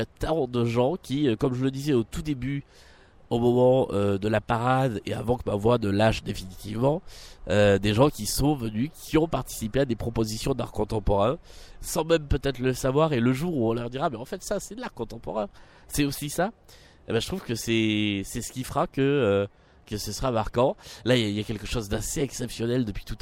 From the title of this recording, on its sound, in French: En direct de la Nuit Blanche 2019